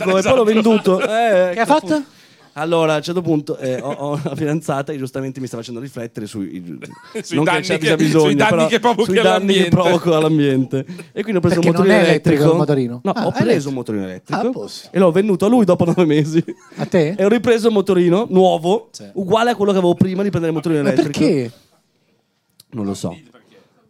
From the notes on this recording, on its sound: Live dal GhePensiMi di Milano.